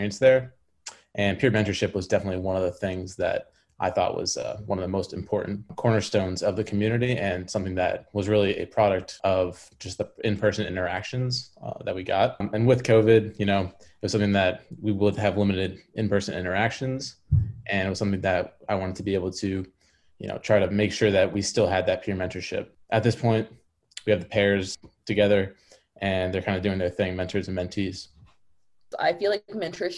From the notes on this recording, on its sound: via Zoom